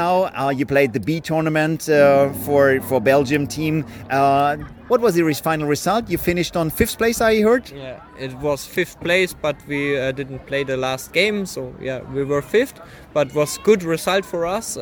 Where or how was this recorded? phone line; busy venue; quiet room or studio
busy venue